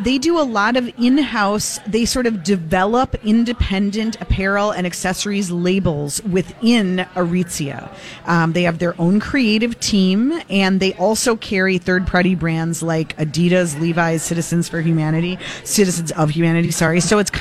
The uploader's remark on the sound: broadcast live at Max's